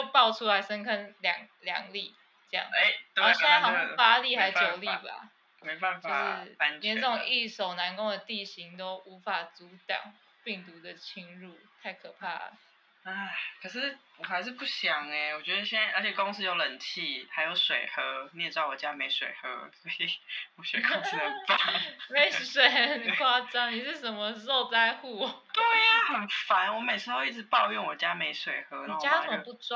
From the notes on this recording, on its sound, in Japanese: 可能最近都會是疫情版本 音質比較差。